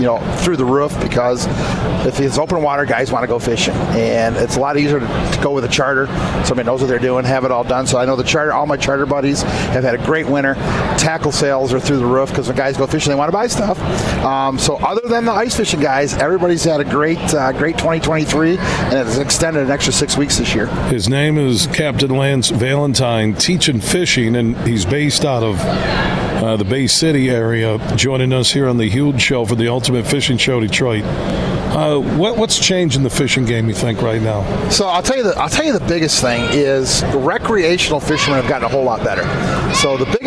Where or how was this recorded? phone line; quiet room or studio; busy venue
busy venue